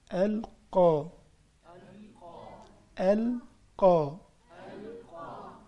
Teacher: دايما القاف بتكون مفخمة وبتأتي من أقصى الحلق، القا، وفي فارق بينها وبين الكاف، كا بتيجي من وسط الحلق وتكون مرققة، إنما القاف بتكون مفخمة وبتأتي من أقصى الحلق